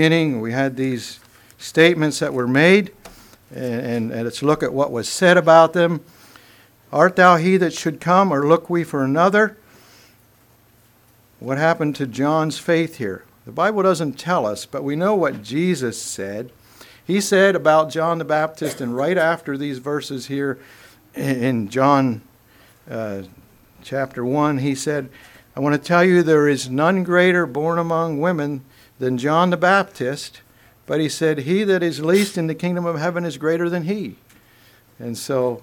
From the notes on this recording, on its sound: Message preached at Word of Hope